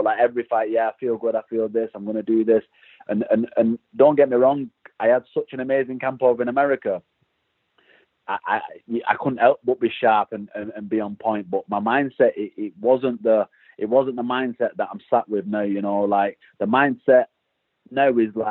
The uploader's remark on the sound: Hopped on the phone with one of the British contingent on the Bellator MMA roster.